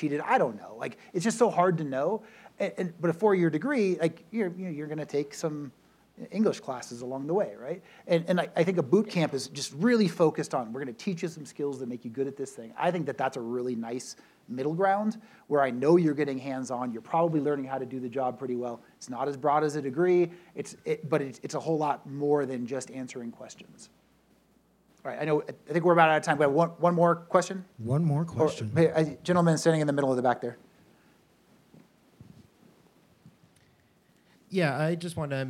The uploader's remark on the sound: SecureWorld Closing Keynote. Participated in the closing keynote at SecureWorld Denver. This panel was recorded and is being shared here.